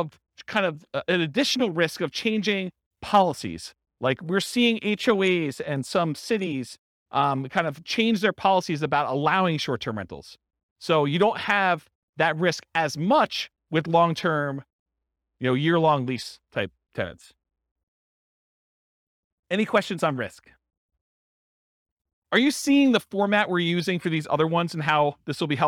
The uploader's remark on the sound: This was a live class recorded.